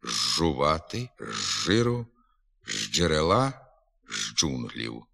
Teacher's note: Приголосний «з» перед звуками «ж», «дж» змінюється на «ж». Пишеться «зжувати», «з жиру», «з джерела», «з джунглів», а вимовляти треба «жувати», «з жиру», «з джерела», «з джунглів».